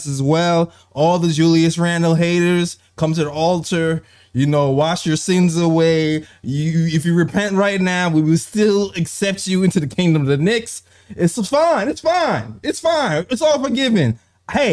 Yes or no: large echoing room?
no